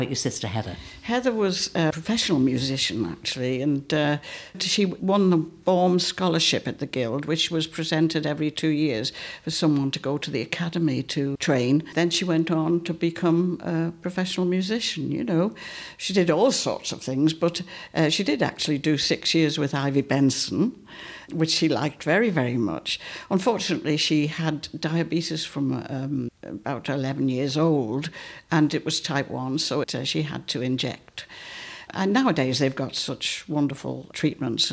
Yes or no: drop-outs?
no